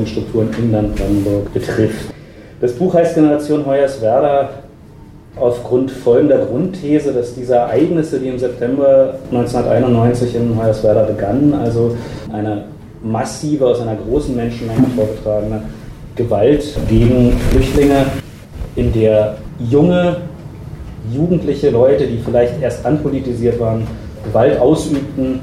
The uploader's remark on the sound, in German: Aufnahme von einer Berliner Veranstaltung im Baiz